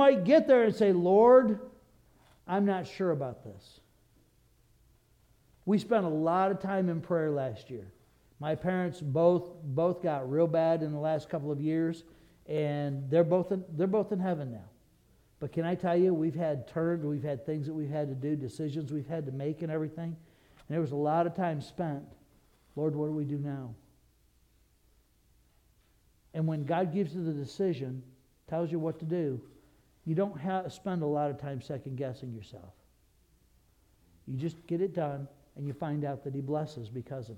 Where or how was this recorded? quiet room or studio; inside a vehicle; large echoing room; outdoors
large echoing room